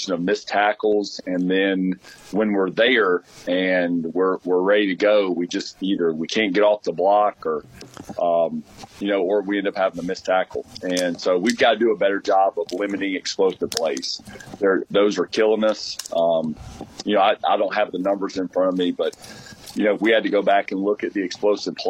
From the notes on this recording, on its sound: Live at the Rocket City Trash Pandas store